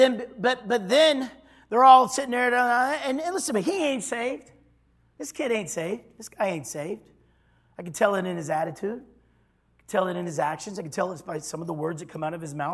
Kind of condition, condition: setting, large echoing room